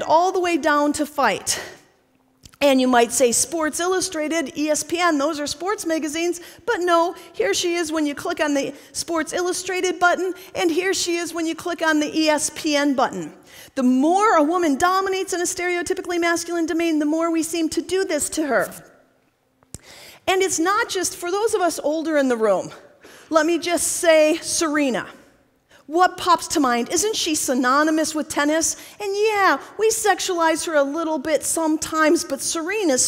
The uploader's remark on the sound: TEDxPSU. This talk was given at a TEDx event using the TED conference format but independently organized by a local community.